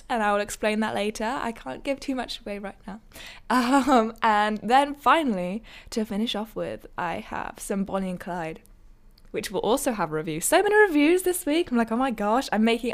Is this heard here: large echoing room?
no